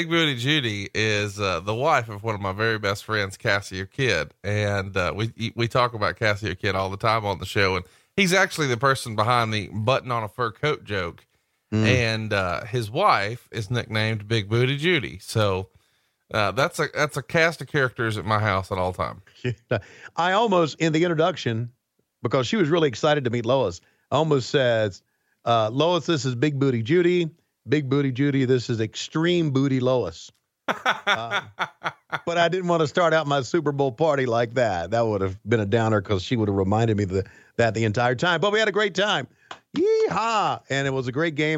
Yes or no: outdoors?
no